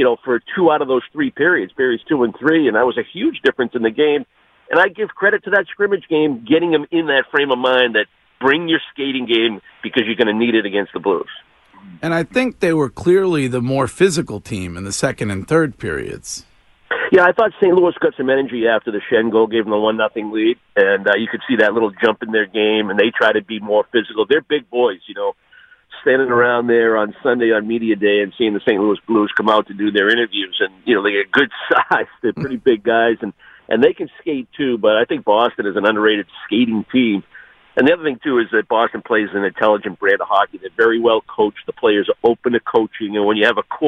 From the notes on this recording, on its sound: calls into the show